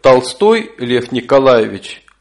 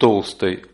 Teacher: ударение делается на последний слог · Shown in: first take